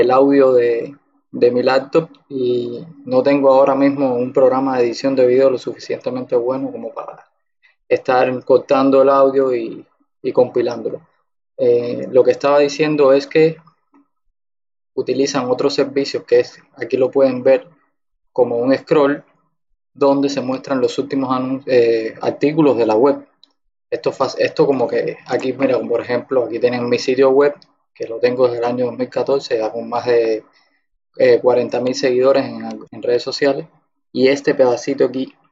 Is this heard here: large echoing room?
no